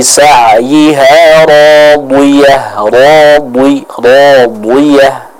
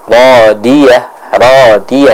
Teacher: huruf dhad ini merupakan huruf yang terbaca dengan tebal · Shown in: first take